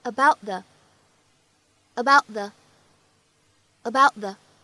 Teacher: about 的，放在一起呢会有一个不完全爆破的处理